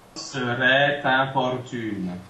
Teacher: we have serait, which finishes on the open E, and then we go directly to an open E nasal